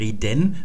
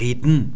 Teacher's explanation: Das Verbum reden, so wie ihr es im Duden geschrieben findet, aber wenn ihr aus Süddeutschland kommt, aus Österreich oder der Schweiz, dann sagt ihr eigentlich nicht reden, sondern ihr sagt reden. Da liegt also die Betonung auf dem E in der Wurzel und deswegen wird das zweite E, das verschwindet. · Shown in: second take